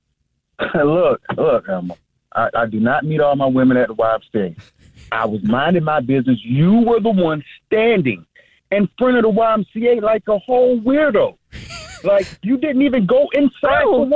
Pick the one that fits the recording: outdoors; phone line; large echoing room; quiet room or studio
phone line